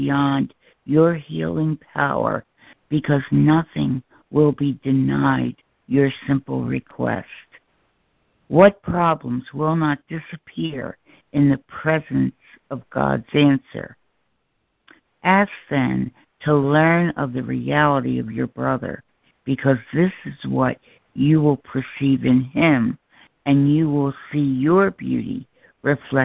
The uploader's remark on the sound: ACIM Daily Conference Call